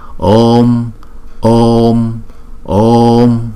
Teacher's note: Chữ O là diphthong hai nhịp, chúng ta phải đọc kéo dài chữ O trước rồi mới đóng chữ O lại.